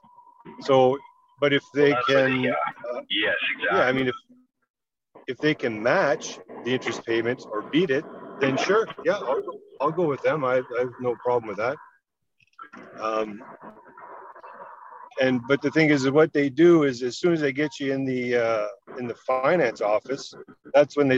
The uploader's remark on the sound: Learning how to Zoom while driving. Both trying to find their way to an off-site meeting. Try their best to master recording on the road and not getting lost in the streets of Winnipeg.